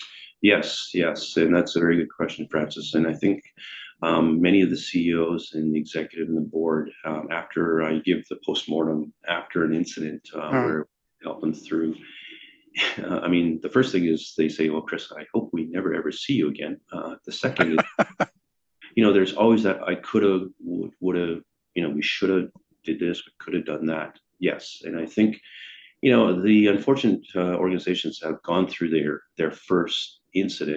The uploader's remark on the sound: Recorded on Zoom